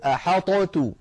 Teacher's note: ولو أظهرنا الطاء لابد من قلقلتها